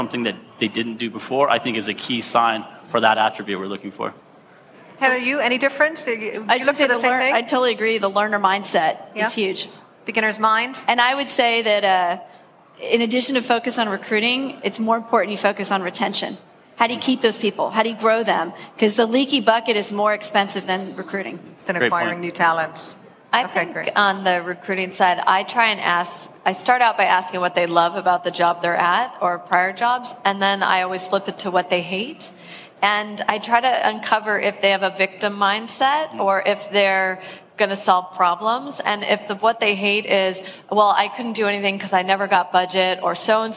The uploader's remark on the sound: Live from SaaStock18